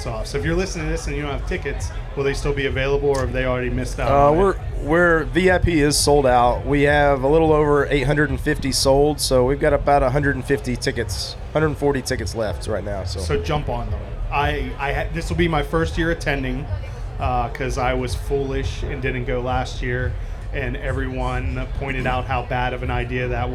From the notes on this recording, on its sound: Live From Snallygaster.